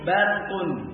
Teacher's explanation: Perhatikan sini, barqun, ra depannya adalah mufakhamah karena ra disukun sebelumnya fathah, adalah ra yang dibaca tafkhim, dibaca tebal